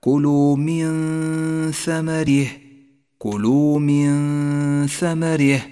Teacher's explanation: النون الساكنة وبعدها حرف الثاء، تخفى النون بالثاء وتحتاج إلى غنة زمنها حركتان · Term: الإخفاء